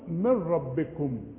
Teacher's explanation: نون بعدها راء او نون بعدها لام، اقول من ربكم، مش شايف النون خالص · Term: ادغام كامل